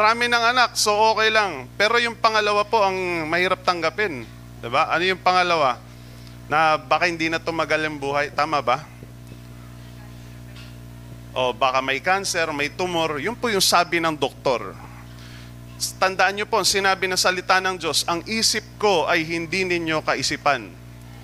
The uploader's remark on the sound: Recorded live at The Shepherd Of Faith Family Church on October 16, 2022.